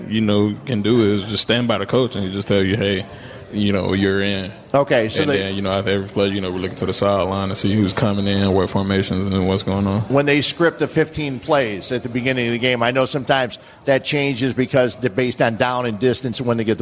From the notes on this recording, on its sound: LIVE from Bannerman's Sports Grill